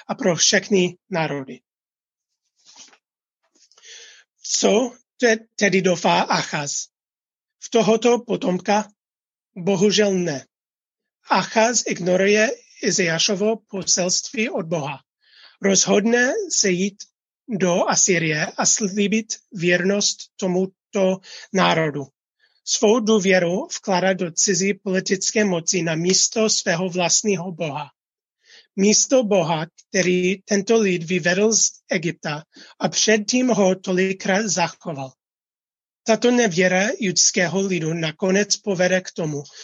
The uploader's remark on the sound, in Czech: Záznam z našeho nedělního setkání společenství Ta Cesta na ZOOMu